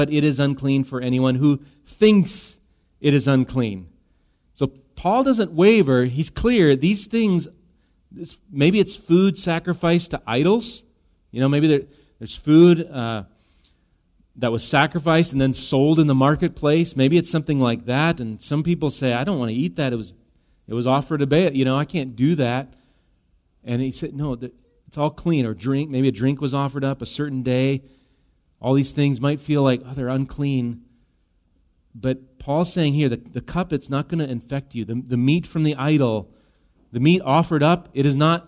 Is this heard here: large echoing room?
yes